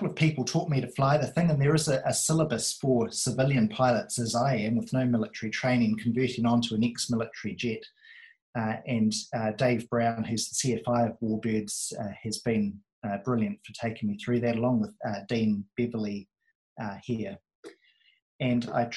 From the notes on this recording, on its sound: The first ever WONZ Virtual Forum Meet, via Zoom, as a result of the Covid 19.